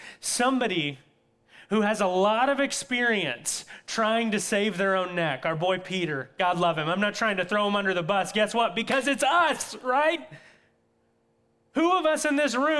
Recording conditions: large echoing room